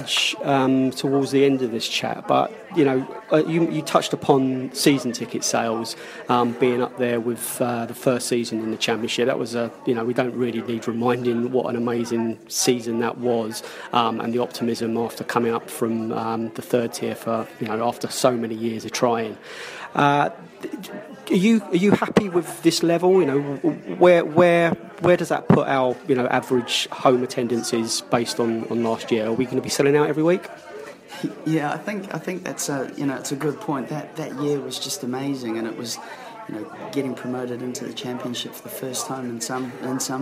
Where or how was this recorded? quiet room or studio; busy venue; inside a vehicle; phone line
busy venue